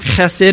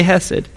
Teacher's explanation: you can have that guttural Hebrew sound, chesed, or you could just say hesed